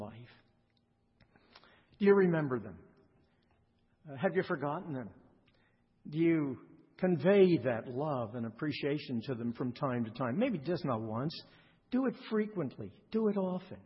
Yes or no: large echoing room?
yes